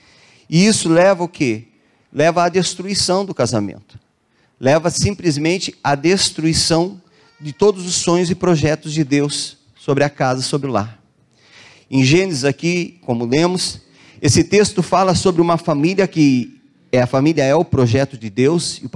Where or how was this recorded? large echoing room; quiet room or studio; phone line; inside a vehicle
large echoing room